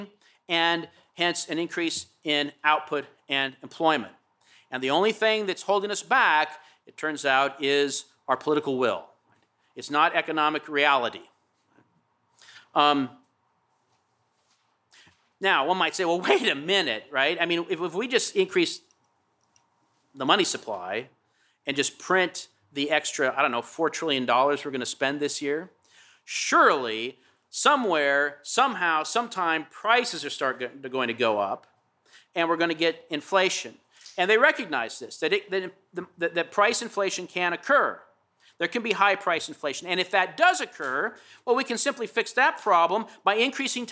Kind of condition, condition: setting, large echoing room